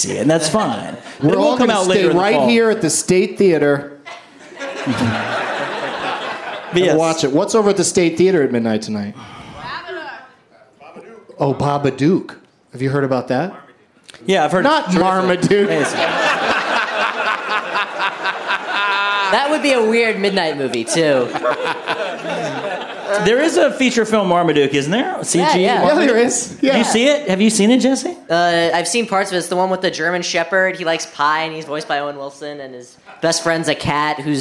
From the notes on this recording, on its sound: Live from the Traverse City Film Festival